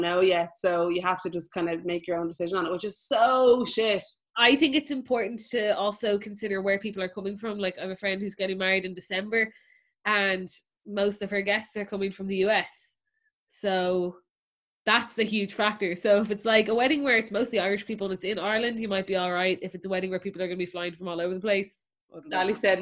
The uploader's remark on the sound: Listen back on our Zoom live show. Thanks to the bunch of sounder patrons who jumped on the call and joined in.